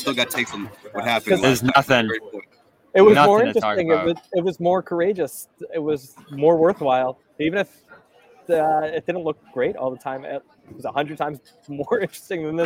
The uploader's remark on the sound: The Garden Report goes live from All-Star Weekend!